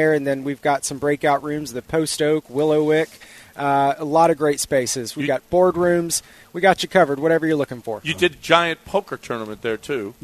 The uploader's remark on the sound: LIVE from Golden Nugget in Lake Charles